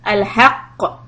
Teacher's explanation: When you stop on the letter qaf, it's qalqala and very heavy qalqala.